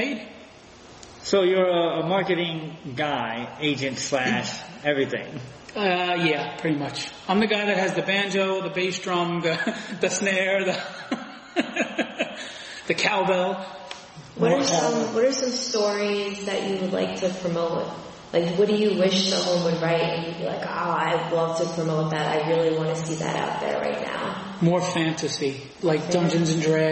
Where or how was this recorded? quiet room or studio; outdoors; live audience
live audience